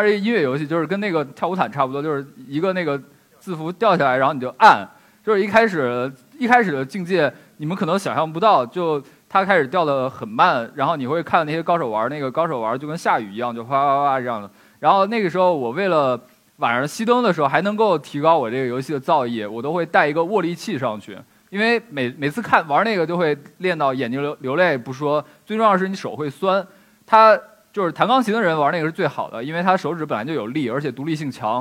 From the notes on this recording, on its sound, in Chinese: 一席现场